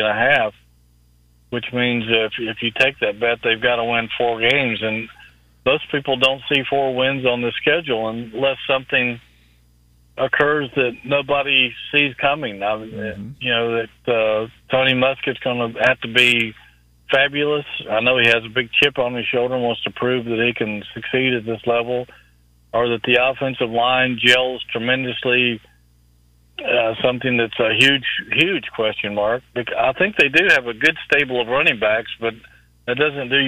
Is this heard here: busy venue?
no